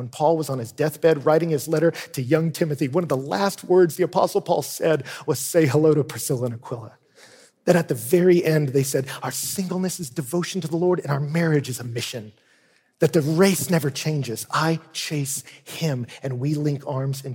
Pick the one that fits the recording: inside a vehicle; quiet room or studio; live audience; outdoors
live audience